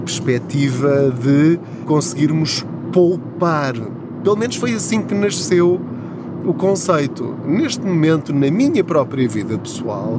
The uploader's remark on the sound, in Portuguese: Não ligue aos barulhos da viagem.